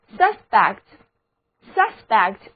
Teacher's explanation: 字母 u 的读音变成了 a，重音也跑到了第一个音节